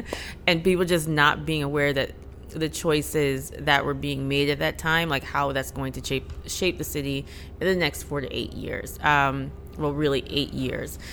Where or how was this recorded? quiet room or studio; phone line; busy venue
busy venue